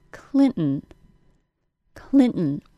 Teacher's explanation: my tongue stays in the same place through the glottal stop. It can do this because the glottal stop doesn't actually have anything to do with my tongue.